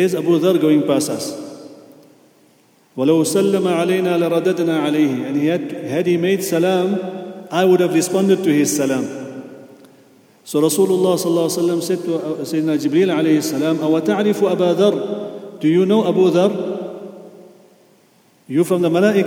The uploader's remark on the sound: at the Houghton Masjid (West Street)